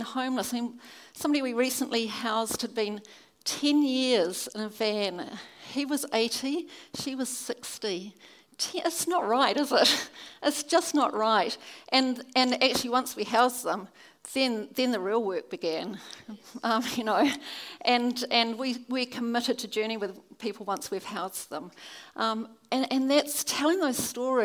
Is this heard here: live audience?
yes